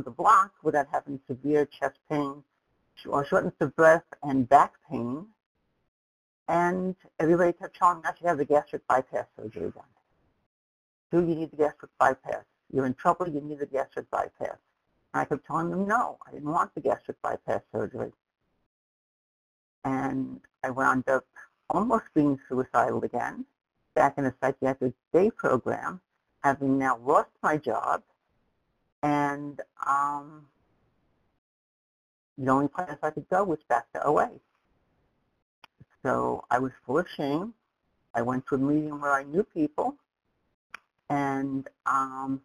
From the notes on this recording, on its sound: from the 100 Pounders Phone Meeting, date unknown